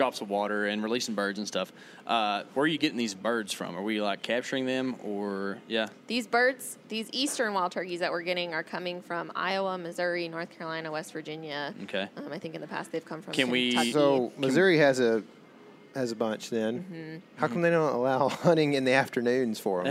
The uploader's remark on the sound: Today we hail from the rainy woods of Texas